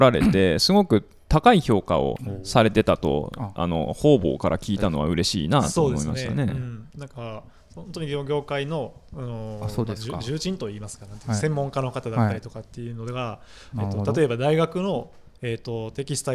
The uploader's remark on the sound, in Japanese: 麻布台ヒルズの大垣書店で出前収録。大垣書店の麻布台ヒルズ店で「KYOTO ITO ITO Exploring Tango Threads―理想の糸を求めて（以下KYOTO ITO ITOと略）」展を開催中。